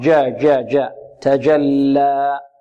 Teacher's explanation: نحذر من خطأ آخر، وهو إشرابها صوت الدال